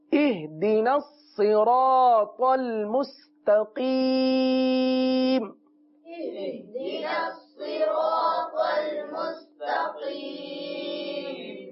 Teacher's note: جو آپ نے مستقیم جو یہ انداز اختیار کیا نا، مد عارض کا، یعنی اس کو کھینچنا